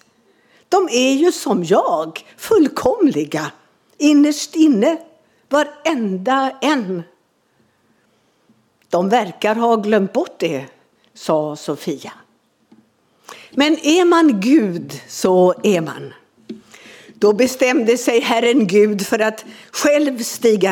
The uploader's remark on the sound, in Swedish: Inspelad under gudstjänst i Equmeniakyrkan Väte